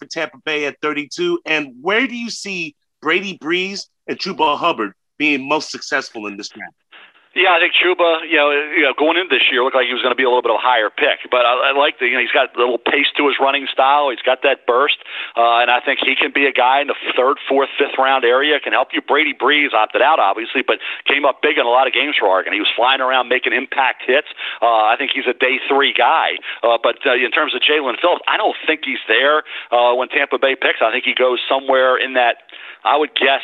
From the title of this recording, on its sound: NFL Draft Conference Call